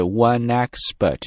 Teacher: 这个 p 在这里是不送气的，所以是 oneexpert，有点发 b 的这个声音。One expert described the samething，不是 describe， butdescribe。One expert described themove，他将这样的一个行为，注意这个